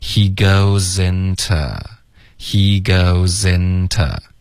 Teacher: 这个 to 其实我们会弱读为 t